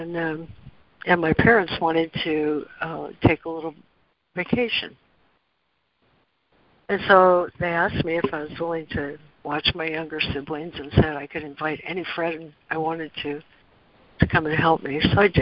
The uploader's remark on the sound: ACIM Daily Conference Call.